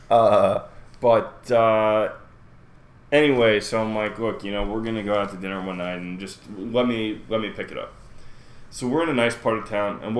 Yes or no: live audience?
no